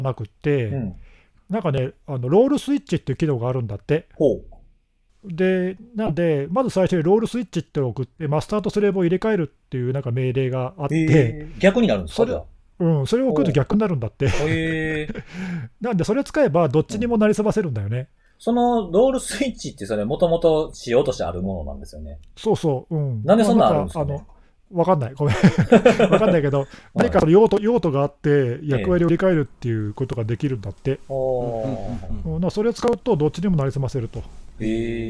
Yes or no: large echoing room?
no